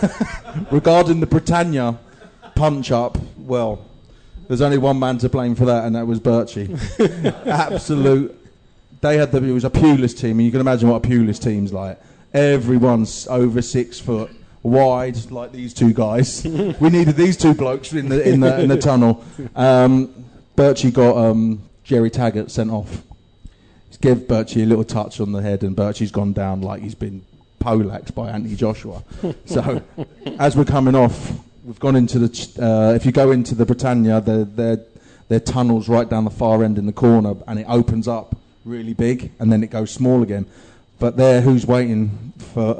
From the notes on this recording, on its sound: Recorded in front of more than 100 R’s fans, there are laughs, jokes and stories aplenty.